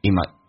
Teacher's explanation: my 不用那么的强调，近似于单元音